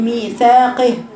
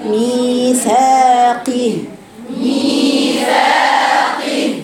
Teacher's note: تبقى هو الحرف مكسور تقف على الهاء بالسكون بتقول ميثاقه مش قه.